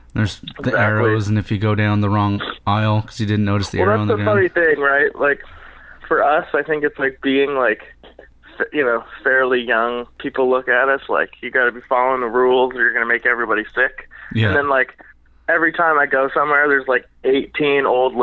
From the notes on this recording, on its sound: We spent some time on the phone